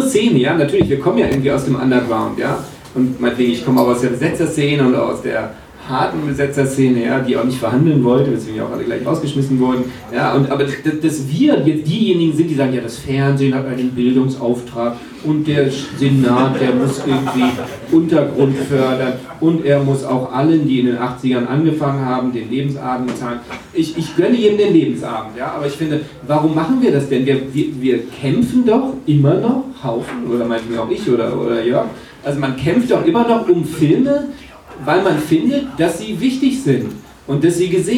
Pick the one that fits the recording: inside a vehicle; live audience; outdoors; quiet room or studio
live audience